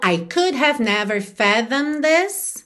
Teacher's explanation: O E não é pronunciado. E o D já está ligando no this, na verdade. Então, a gente não vai ouvir fathomed, porque já vai ligar no this, ok?